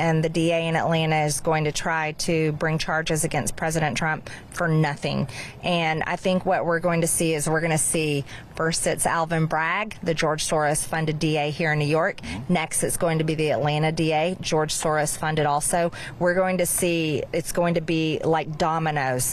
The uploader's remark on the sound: Live on the scene in New York City. From the protests at Collect Pond Park.